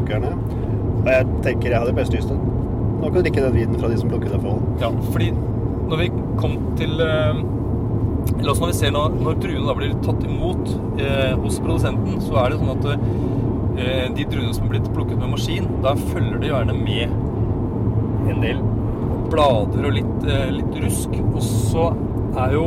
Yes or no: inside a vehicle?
yes